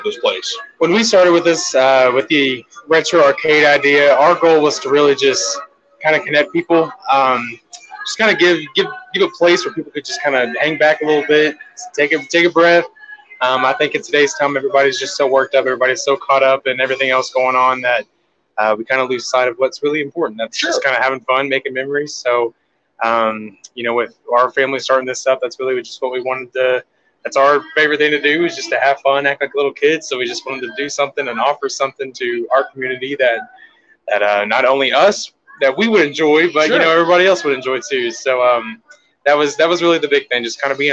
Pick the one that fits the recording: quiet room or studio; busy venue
busy venue